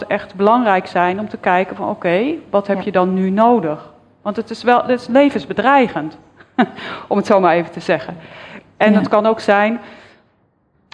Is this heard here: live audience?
yes